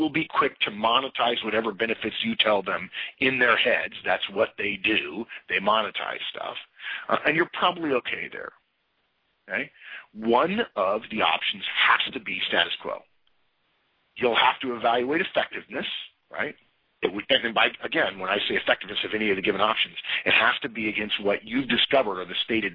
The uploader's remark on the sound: November 2011 Conference Call